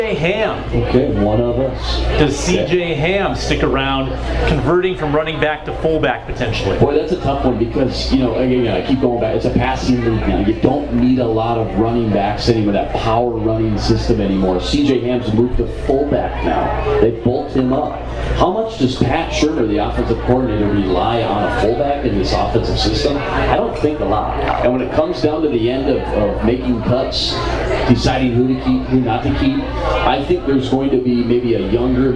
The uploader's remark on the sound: Live From Bonfire in Mankato!